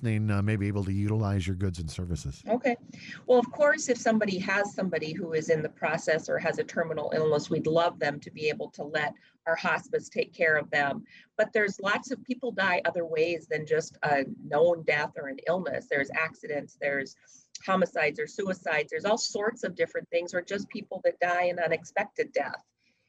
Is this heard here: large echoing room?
no